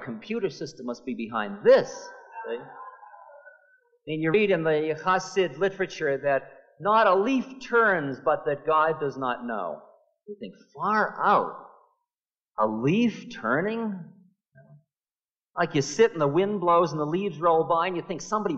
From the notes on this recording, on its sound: lecture from 1974 at Naropa University